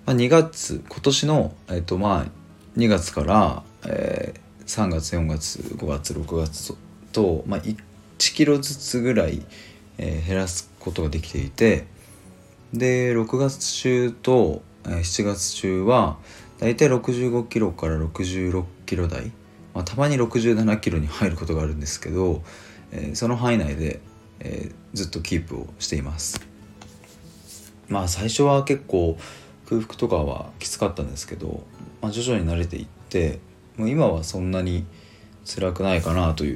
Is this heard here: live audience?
no